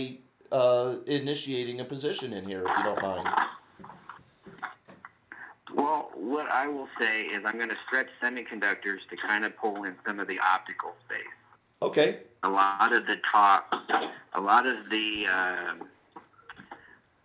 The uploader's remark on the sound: the first ever old-fashioned telephone conference call